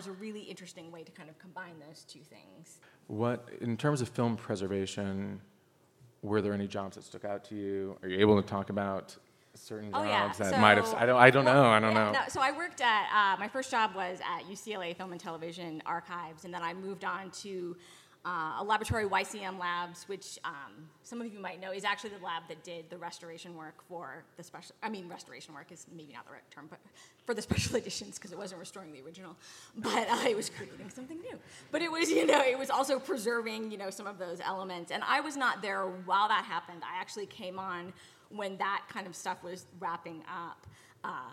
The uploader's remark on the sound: a full recording of the LIVE official panel from Star Wars Celebration London 2023